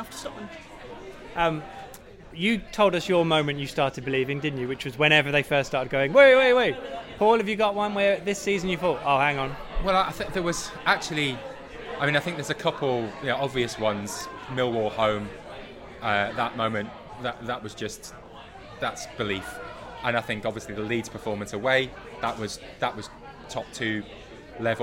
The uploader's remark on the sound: The PinkUn Show 176 is LIVE from London - the Old Red Lion in Islington to be precise. All Canaries supporters are welcome every week to pop along to the pub and have their say live on the show.